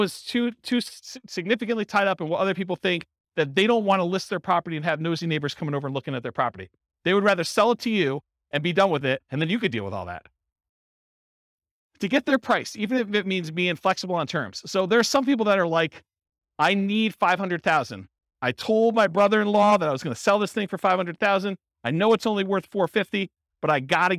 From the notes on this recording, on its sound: This was a live class recorded